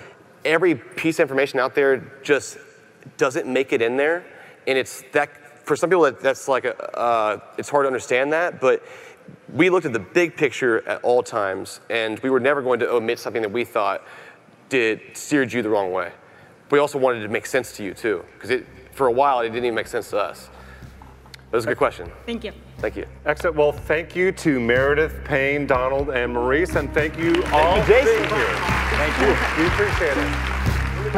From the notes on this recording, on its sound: Live from CrimeCon 2018